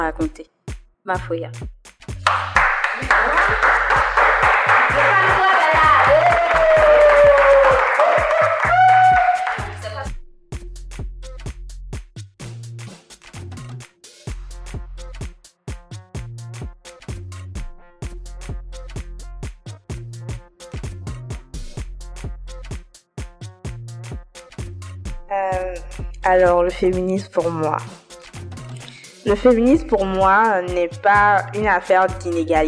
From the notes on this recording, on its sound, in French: Oxo Fest 2023 - Session d'enregistrements libres. Open mic : les festivaliers ont enregistré selon leur envie des contenus sonores selon leur inspiration.